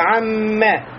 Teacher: Значит, мим, над ним есть шадда, и еще есть гунна. Гунна. Это качество, да, назализации, то есть звучит у нас звонко из носа.